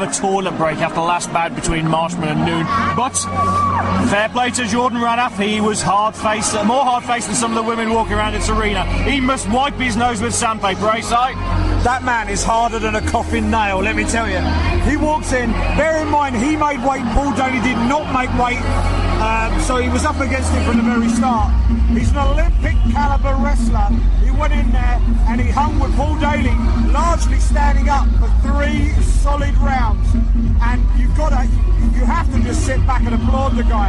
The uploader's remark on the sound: BAMMA 7. Live reaction from cageside.